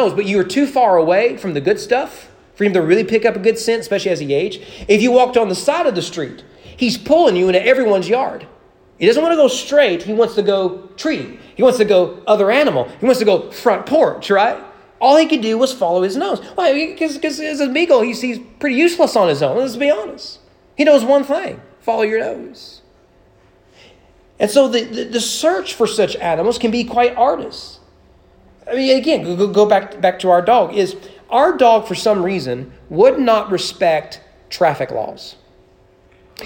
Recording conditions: large echoing room